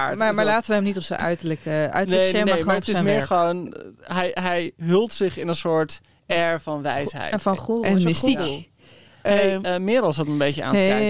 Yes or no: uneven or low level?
no